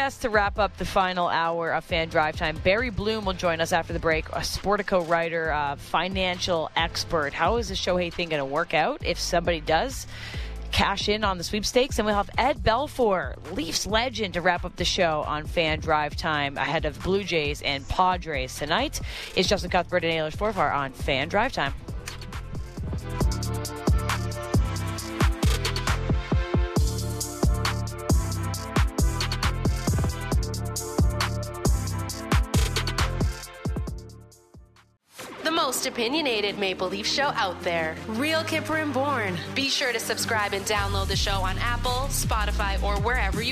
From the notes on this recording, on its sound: Live from the Rogers Centre